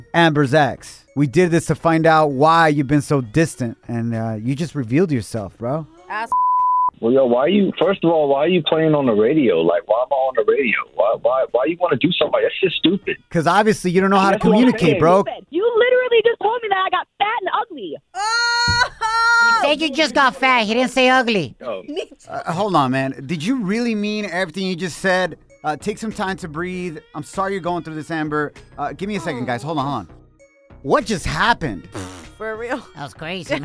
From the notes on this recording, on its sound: We opened up the phone lines to see what the listeners say on who deserves the armrests!